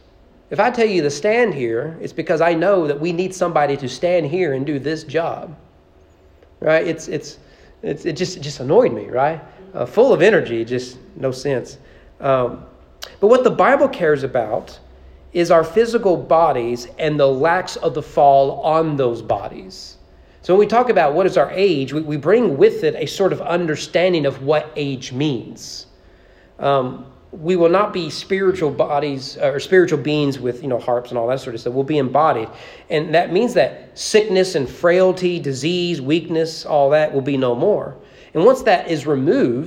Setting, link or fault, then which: setting, large echoing room